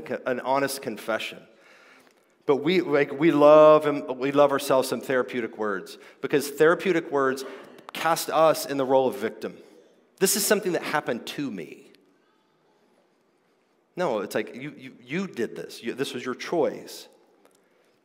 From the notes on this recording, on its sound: This is my conference talk from the 2023 King’s Domain Conference: Clear Speech for a Confused Age .